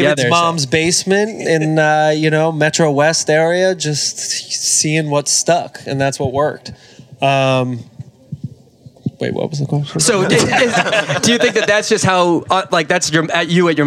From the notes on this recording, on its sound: Live from Nantasket Beach. In our first-ever live podcast in front of an audience.